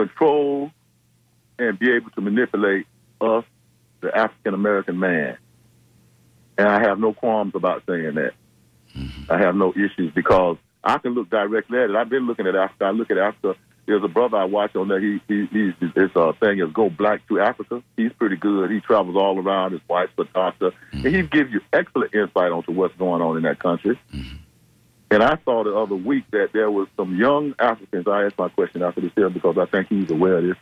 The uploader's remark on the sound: unique magazine format call-in show